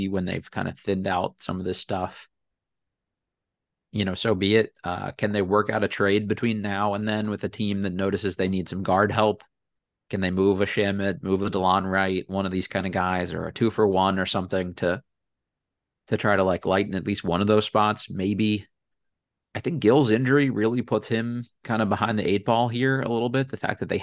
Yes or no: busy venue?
no